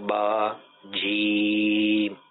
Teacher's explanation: پڑھایا گیا کہ جیسے با اور جیم ہے تو با جی، تو اس میں با کو نہیں کھینچا گیا ہے جبکہ جیم کو کھینچا گیا ہے تھوڑا سا